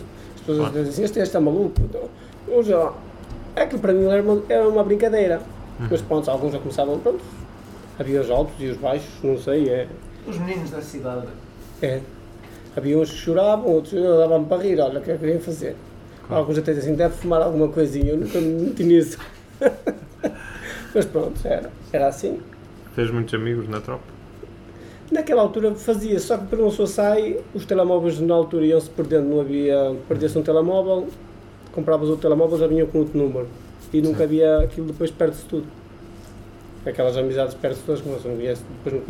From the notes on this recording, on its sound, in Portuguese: Foi gravado uns minutos antes de começar o serviço do jantar, com o telefone do restaurante a tocar de cinco em cinco minutos. Um problema de produção levou a que os primeiros minutos se perdessem, irremediavelmente, o que justifica a sua curta duração.